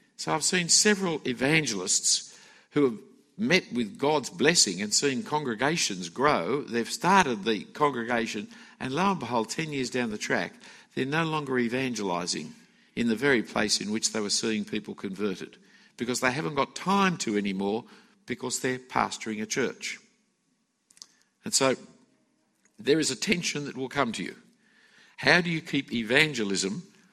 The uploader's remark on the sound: A talk given at the FIEC Conference for Ministry Workers in 2016.